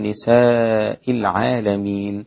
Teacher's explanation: نساء مد متصل أربع حركات عند كل القراء عدا ورش وحمزة